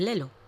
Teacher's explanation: la D es una sustitución de la L o de la R suave